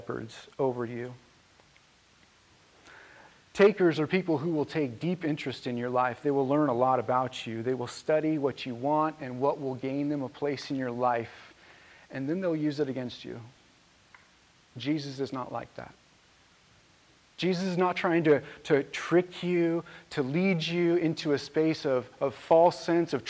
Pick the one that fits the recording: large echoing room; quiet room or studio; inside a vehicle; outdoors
large echoing room